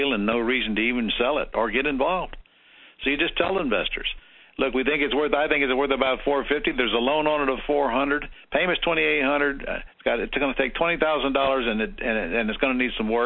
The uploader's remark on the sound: Q&A Call